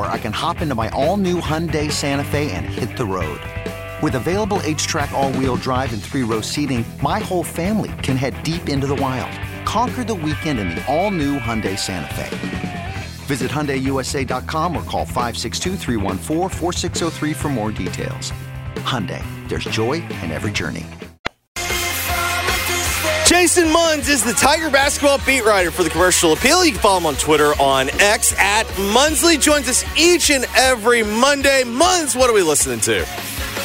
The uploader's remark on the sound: LIVE AT THE NAT’L CHAMPIONSHIP GAME.